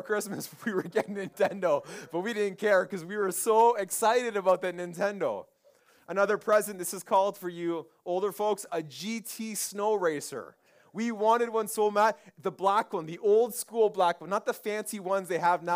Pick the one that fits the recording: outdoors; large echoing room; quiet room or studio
large echoing room